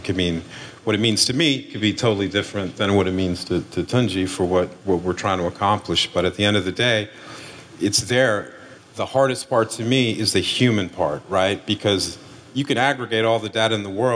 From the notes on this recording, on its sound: LIVE in Seattle. An Upstream Summit keynote panel.